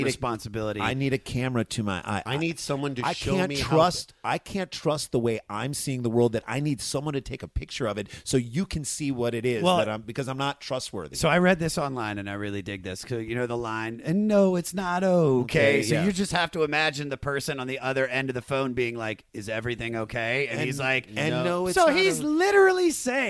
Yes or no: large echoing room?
no